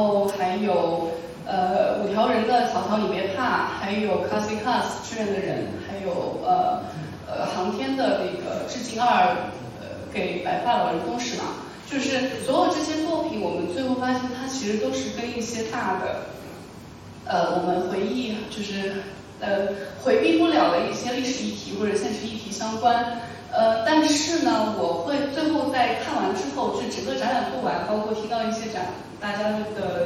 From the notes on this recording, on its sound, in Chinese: 对谈现场录音。本场录音是现场自然收音，有空间混响和现场观众反应，与之前节目声音状态有较大区别。活动地点：中间美术馆会议室。地址：中间美术馆，北京海淀区杏石口路50号。